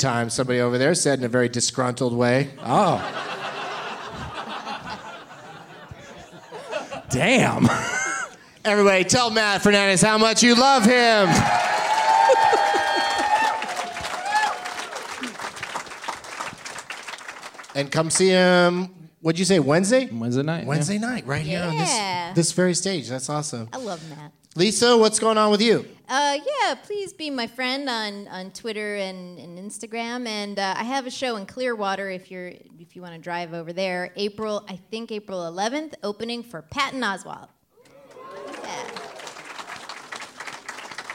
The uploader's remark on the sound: Live from The Improv in Orlando